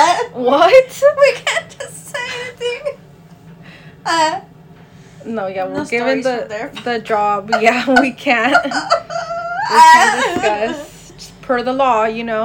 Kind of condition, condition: fault, sounds in the background